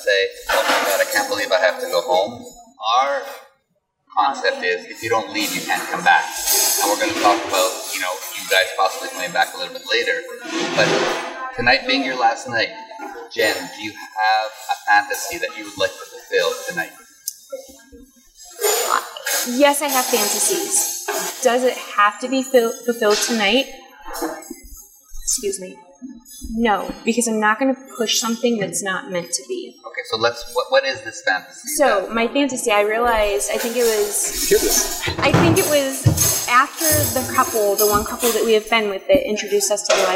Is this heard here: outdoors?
yes